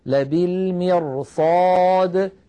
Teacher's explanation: فالراء تتفخم تأثرا بجارتها الصاد المفخمة